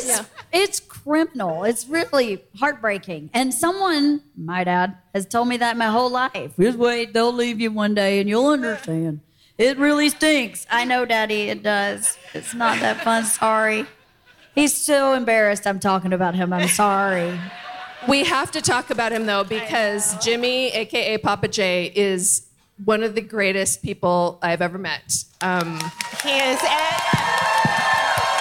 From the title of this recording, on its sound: Live From Fully Loaded at Sea